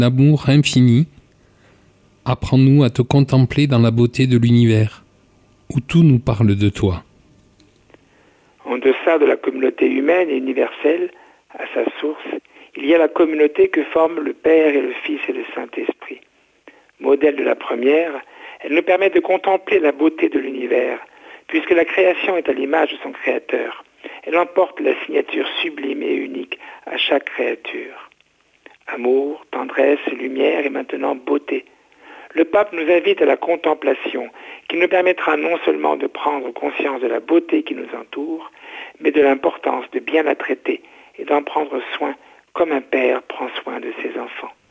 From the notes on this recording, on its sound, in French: invité par téléphone